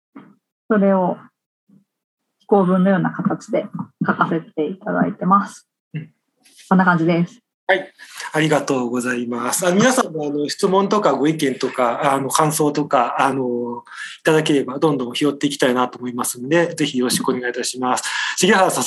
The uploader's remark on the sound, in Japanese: みんなでつくる中国山地百年会議 の会員限定で開かれる 市 （オンライン交流会）での公開収録。